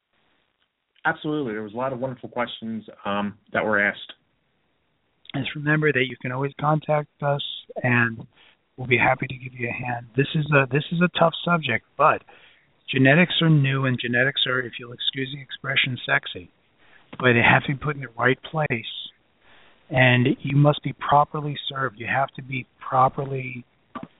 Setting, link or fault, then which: link, phone line